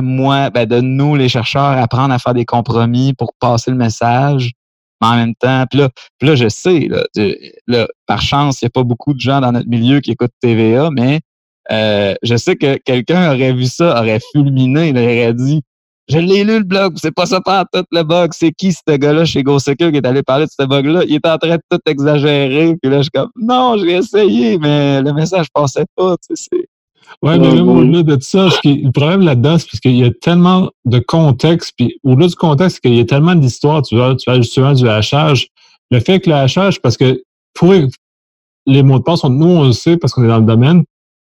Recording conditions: video call